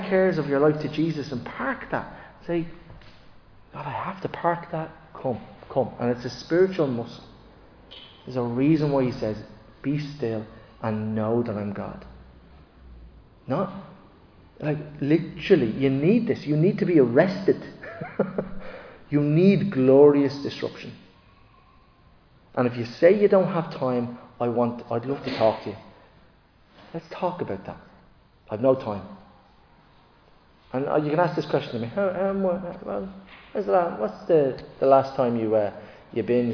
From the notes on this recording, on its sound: Recorded live in Liberty Church on 11 June 2023.